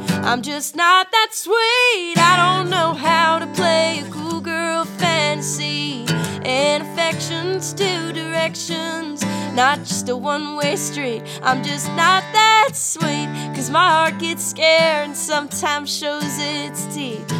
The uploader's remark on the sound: Live from AMERICANAFEST 2023